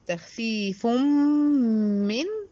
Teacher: ده إدغام كامل بغنة